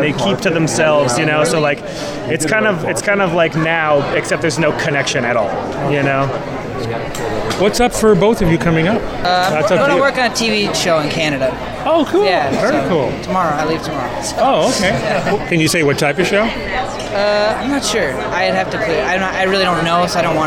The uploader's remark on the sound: Red carpet interviews taped at Tribeca Festival in 2015